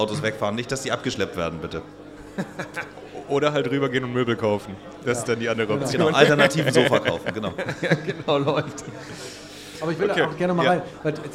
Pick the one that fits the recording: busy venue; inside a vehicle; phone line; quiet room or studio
busy venue